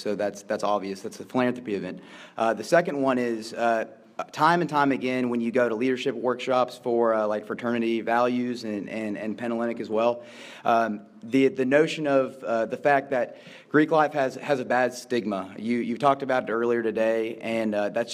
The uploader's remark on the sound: Live in Dallas. Today’s show begins in front of a live studio audience in Dallas TX at the Kappa Alpha Order convention.